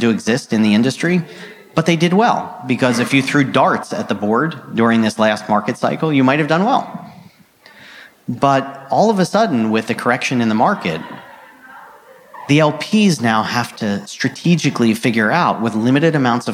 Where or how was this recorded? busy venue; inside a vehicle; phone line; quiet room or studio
busy venue